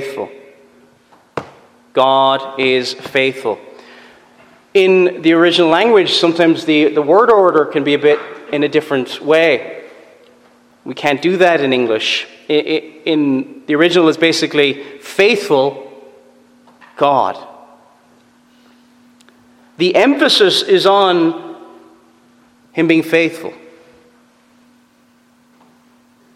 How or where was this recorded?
large echoing room